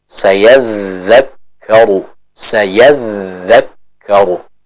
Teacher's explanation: huruf dzal punya sifat apa? Rohawah, artinya suaranya mengalir